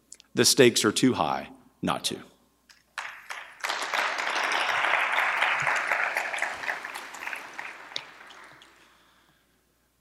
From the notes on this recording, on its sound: In his remarks to the third National Conservatism Conference on September 12, 2022